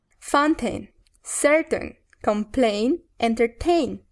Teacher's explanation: Fíjate en cómo el énfasis de los verbos cae en la terminación T-A-I-N mientras en los nombres y adjetivos el énfasis nunca cae en esa terminación, sino en una sílaba antes.